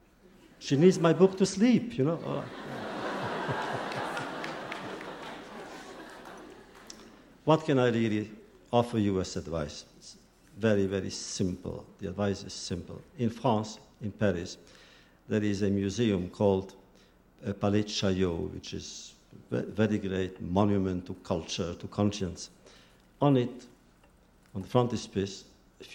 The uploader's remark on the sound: In this video podcast, recorded at the Academy of Achievement's 1996 Summit in Sun Valley, Idaho.